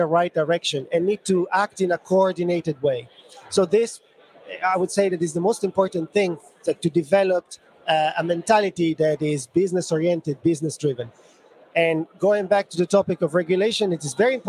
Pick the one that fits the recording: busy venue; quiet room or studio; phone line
busy venue